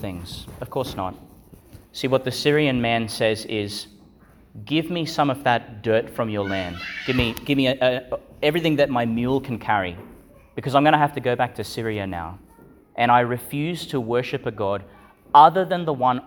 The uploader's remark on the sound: Delivered in Our Lady Star of the Sea Church, Gladstone, Qld.